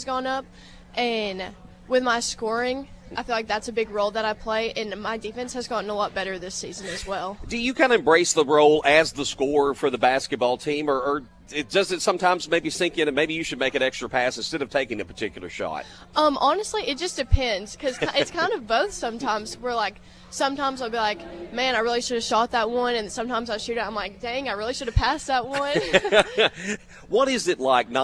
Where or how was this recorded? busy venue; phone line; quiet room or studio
busy venue